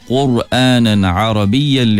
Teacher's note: Jaga tebal pada Quranan, tebalkan, angkat pangkal lidah.